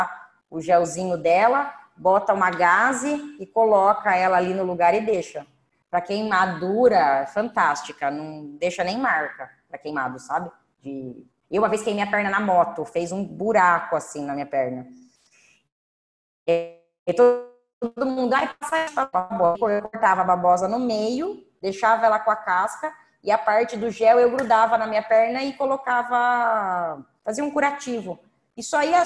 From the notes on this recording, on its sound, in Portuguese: Aula gravada pelo zoom.